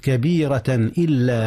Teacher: كبيرة تنوين، التنوين في كبيرة أظهر قبل الهمزة. · Term: الإظهار